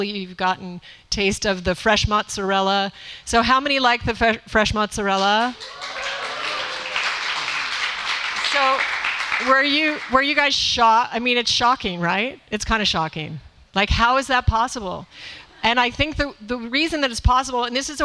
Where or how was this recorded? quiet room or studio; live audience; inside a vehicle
live audience